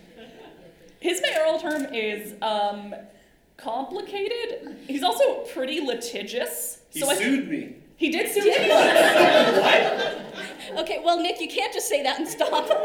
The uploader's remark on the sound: A live podcast recorded on November 8, 2023